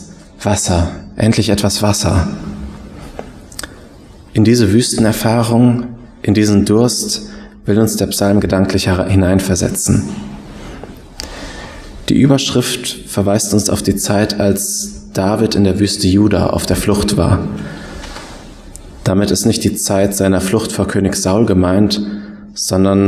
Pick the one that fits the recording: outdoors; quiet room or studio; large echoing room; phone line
large echoing room